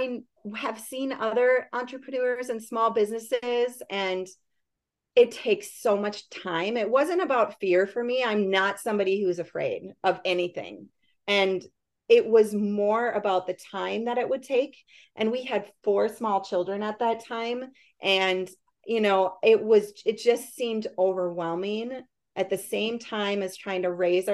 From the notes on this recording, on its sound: A Zoom sit-down conversation